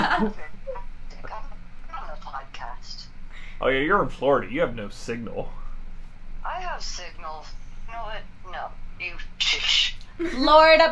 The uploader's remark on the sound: Warning, we get a little loud. Joining us on a phone call for a bit.